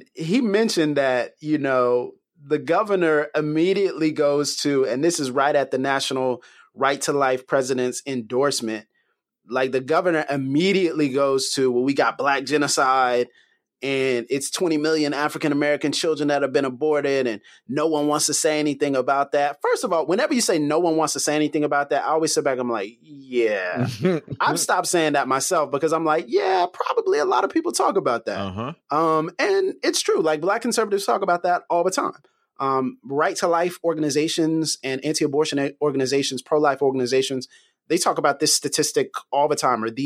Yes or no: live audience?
no